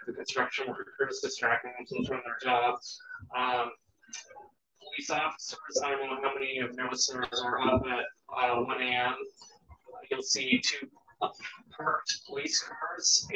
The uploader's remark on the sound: we were having audio issues during this recording